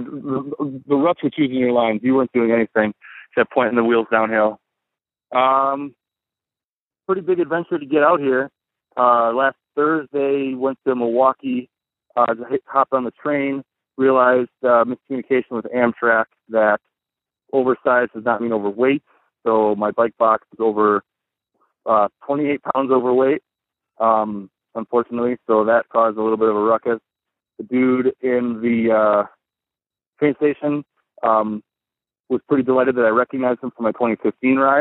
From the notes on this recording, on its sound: MTBCast: Colorado Trail Race ’17. Called in from Silverton!